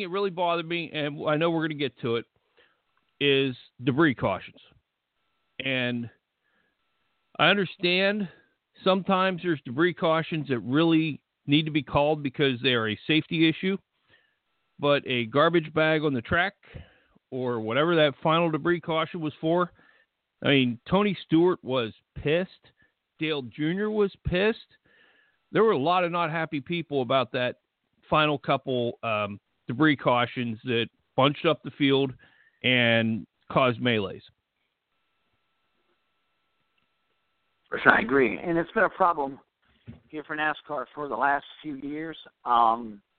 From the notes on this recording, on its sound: Taking your phone calls